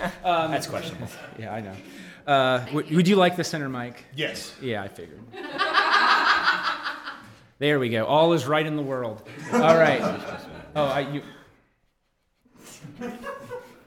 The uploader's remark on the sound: Originally Recorded Live at Packrat Comics, it is now performed at MadLabs Columbus the second Saturday of every month! Packrat Comics is a fun family friendly comic shop located in the heart of Old Hilliard.